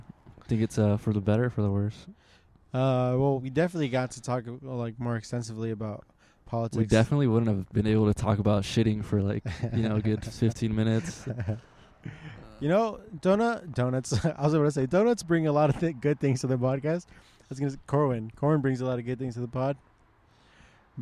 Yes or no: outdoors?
yes